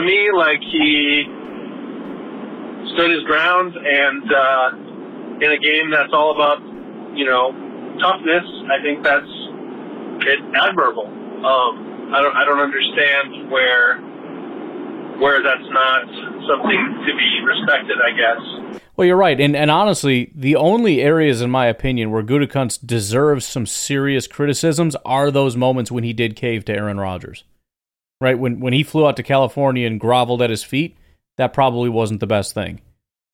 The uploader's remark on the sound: In this special call-in episode of Packernet After Dark.